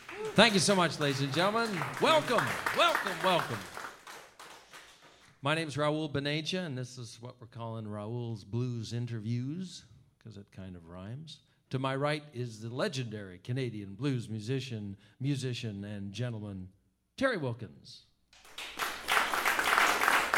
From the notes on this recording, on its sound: Recorded live, Sept 5, 2015